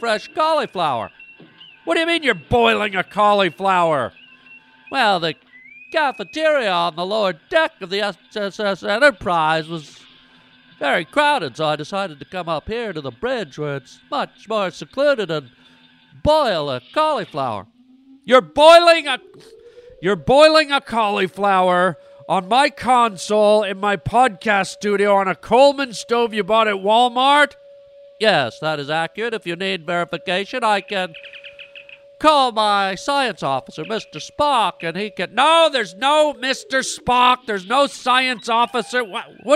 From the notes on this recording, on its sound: Listener call in involving licking.